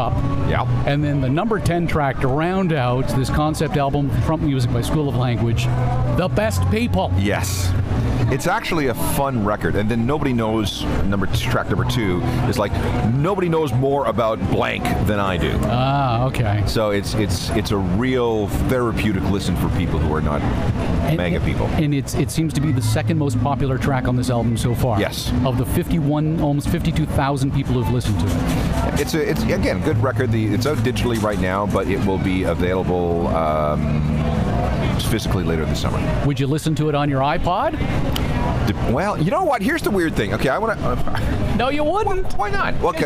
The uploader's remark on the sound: Live on Location at CosmoFEST 2019. 14,000 of their friends, fans, and musicians at CosmoFEST 2019!